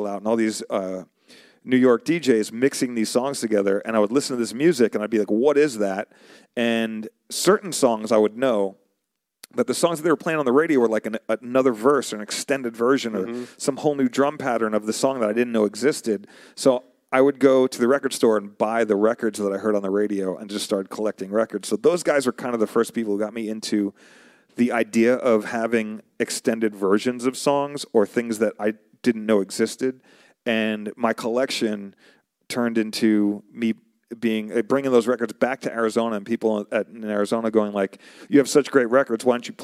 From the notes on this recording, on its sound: We had a lot of fun mixing it up with him in front of a live audience.